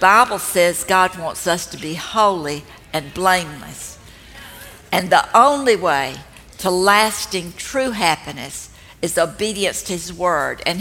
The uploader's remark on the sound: This talk was recorded live at the Grove in Atlanta, GA.